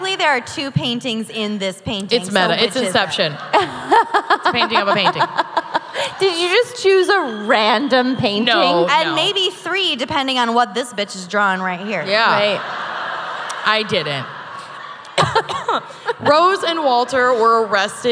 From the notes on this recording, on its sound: Live from Dallas. Dallas LIVE.